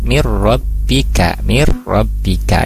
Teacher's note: nun sukun bertemu ro, idgham bila guna, nun sukunnya dimasukkan ke ro